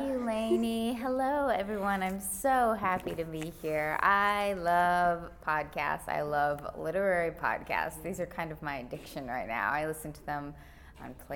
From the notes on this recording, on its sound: at the ALA Annual conference in New Orleans